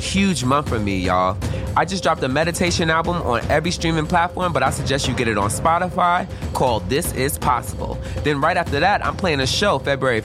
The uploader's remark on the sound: Recorded during rehearsals for this weekend’s three day presentation at the Shed